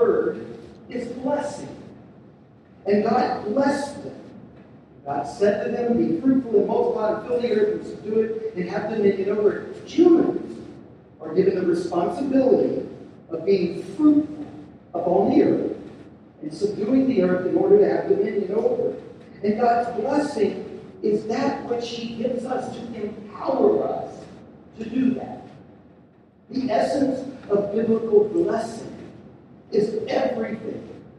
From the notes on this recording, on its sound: We're sorry for the poor sound quality.